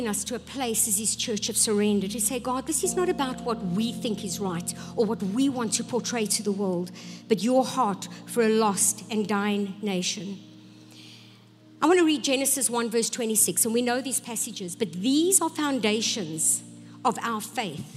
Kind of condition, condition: setting, large echoing room